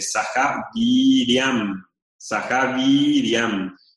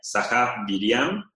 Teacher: La I es larga, es decir, que tiene la duración es doble del sonido. · Shown in: first take · Term: vocal larga